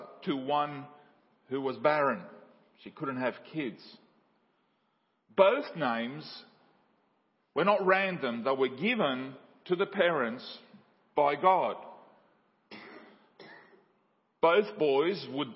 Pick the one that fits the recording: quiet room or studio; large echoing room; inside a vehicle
large echoing room